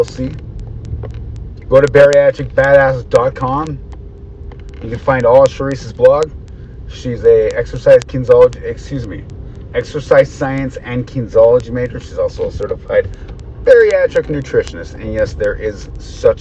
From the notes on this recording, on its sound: Poor audio